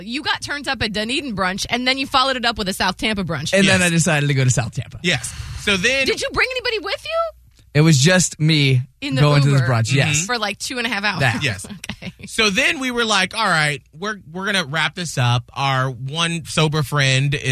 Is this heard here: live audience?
no